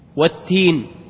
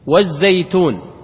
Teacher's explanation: على طول أدغمنا اللام في التاء